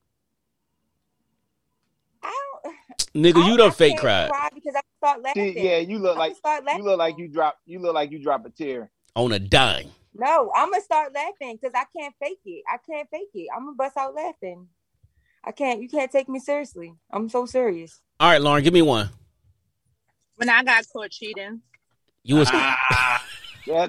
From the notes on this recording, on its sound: Despite the “Social Distancing” via zoom.